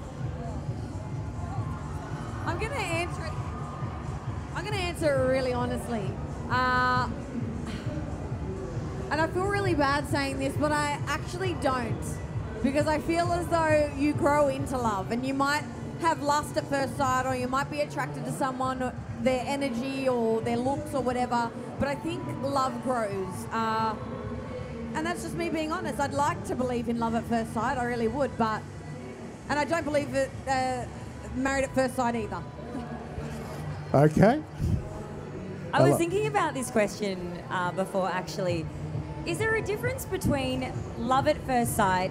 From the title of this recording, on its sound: Live From Love X